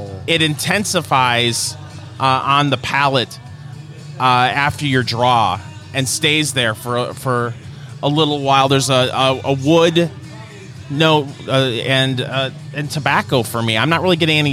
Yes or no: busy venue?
yes